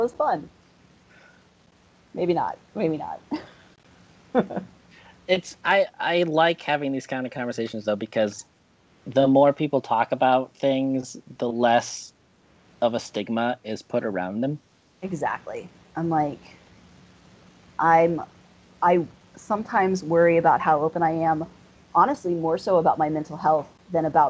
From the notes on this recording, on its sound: sorry for the audio quality